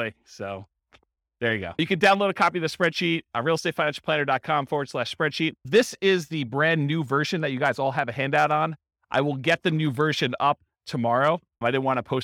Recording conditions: live audience